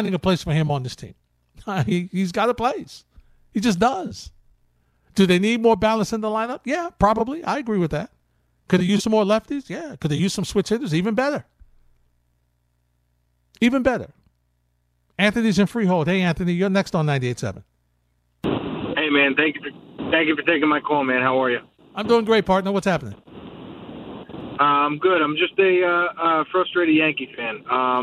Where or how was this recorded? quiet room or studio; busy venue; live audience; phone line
phone line